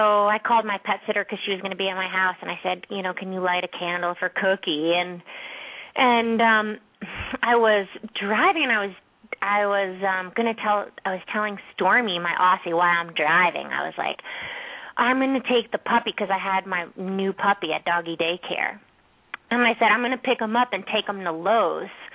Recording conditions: phone line